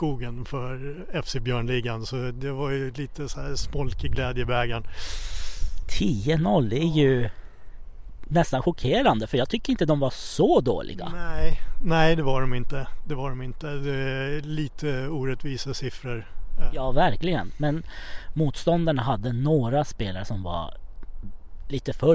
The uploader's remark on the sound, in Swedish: Så då tänkte vi ”jamen då drar vi, vi blir en mobil inspelningspodd”. Vi ska ta med oss inspelningsutrustningen ut på fotbollsplanen och intervjua dig och spelarna.